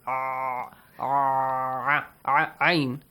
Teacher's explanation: Ayn is from the top part of your throat.